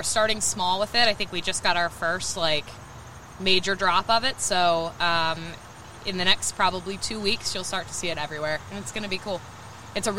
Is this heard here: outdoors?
yes